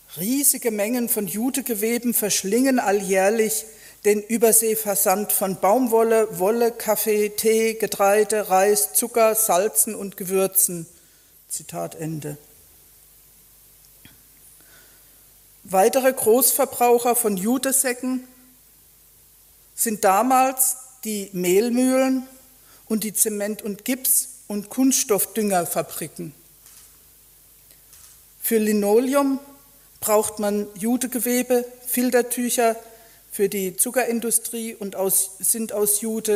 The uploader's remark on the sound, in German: Vortrag in der Abendakademie Mannheim